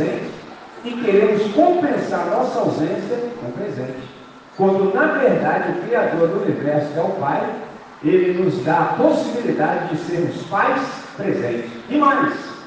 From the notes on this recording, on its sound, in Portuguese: Gravado em 19 de Agosto de 2023 com os pais dos estudantes dos anos iniciais do Colégio Batista Brasil unidade Volta Redonda, RJ.